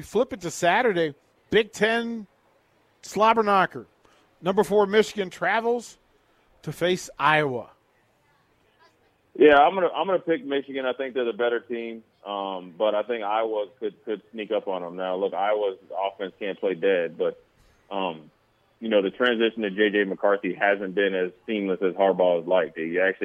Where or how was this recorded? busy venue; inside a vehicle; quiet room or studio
busy venue